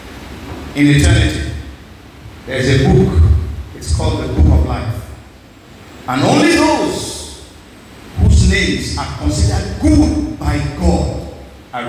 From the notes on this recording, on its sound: This message was preached at Our Saviour's Christ Army Church Cathedral in Okrika on December 9, 2023